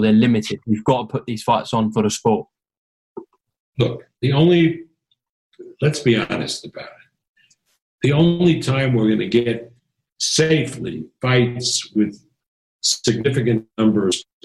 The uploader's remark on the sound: Via Zoom